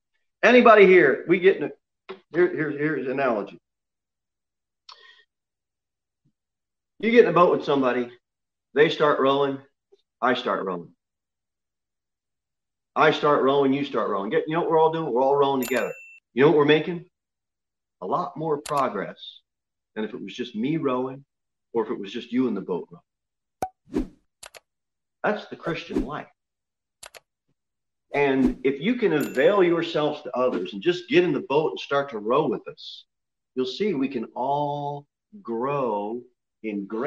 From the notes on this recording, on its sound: Sermon preached at Pilgrim Baptist Church on Sunday, February 28, 2021 at 6:15 pm. Cookeville, TN 38501.